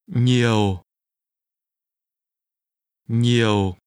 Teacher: Remember the low falling tone.